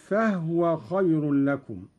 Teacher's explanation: قرأ قالون بإسكان الهاء